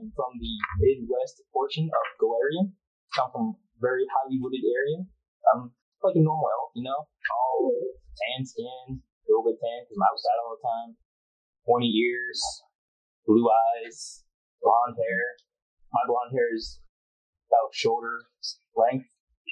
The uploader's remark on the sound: Please excuse the quality on this one; we had some recording issues and are in the long process of transcribing and re-recording the lines. It'll be updated piecemeal as we get them in.